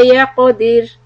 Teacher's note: Now qaf is qalqala. But dir, this ra is going to be soft because of the kasra on dal